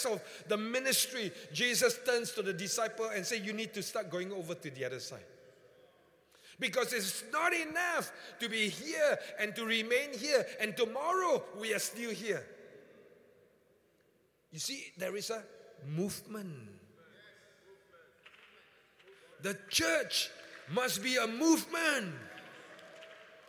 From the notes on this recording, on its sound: Encounter Service. Preached at the Qodesh.